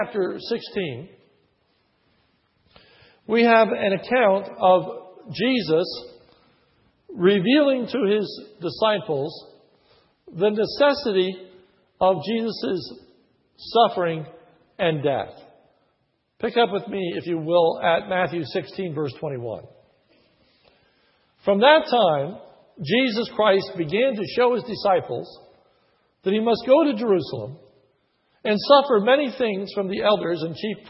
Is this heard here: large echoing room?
yes